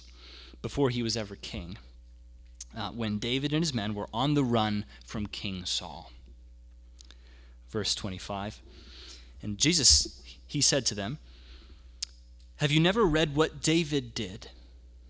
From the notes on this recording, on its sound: The audio from our Sunday gathering